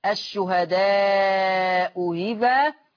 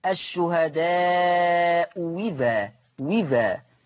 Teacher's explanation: فحكم الهمزة الثانية إما التسهيل أو الإبدال واو مكسورة. التسهيل هتبقى الشهداء إذا، والإبدال واو مكسورة الشهداء إذا وذا.